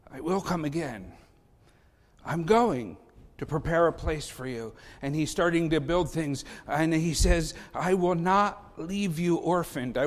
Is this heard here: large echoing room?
yes